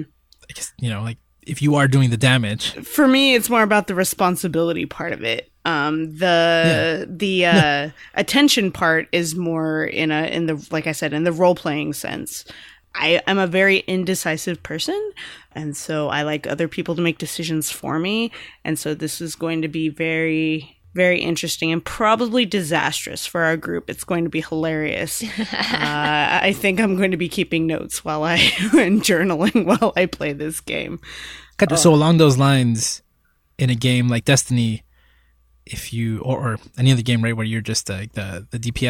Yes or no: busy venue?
no